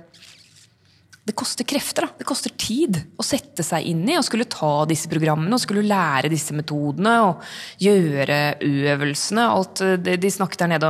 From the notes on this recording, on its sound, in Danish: Sender live fra EULAR-kongressen i Milano – verdens største kongress innen revmatologi. Over 12 000 forskere, klinikere, frivillige organisasjoner og pasienter samlet på et sted.